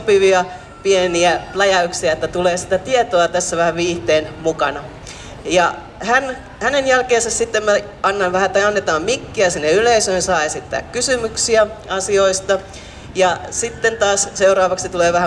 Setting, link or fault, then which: setting, busy venue